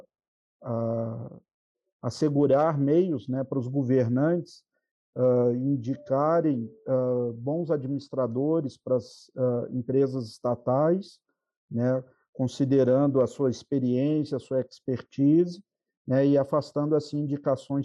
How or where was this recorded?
video call